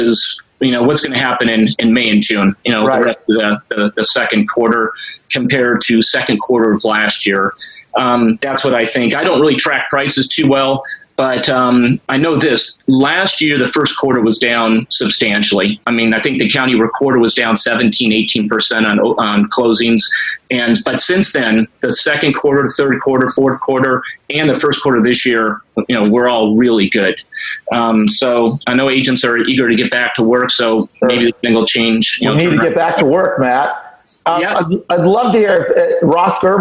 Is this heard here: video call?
yes